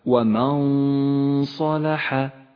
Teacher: يشترك في هذه الغنة كل من الخيشوم ومخرج الصاد متجافيا عنه قليلا